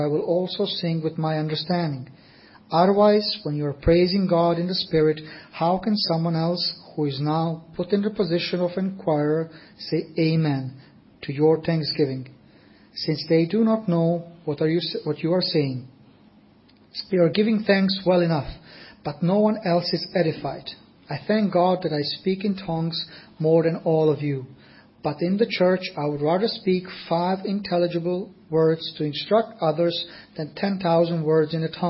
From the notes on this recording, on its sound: Audio recording of the Sunday morning Bible Teaching. At Enniscorthy Christian Fellowship, Enniscorthy, County Wexford, Ireland.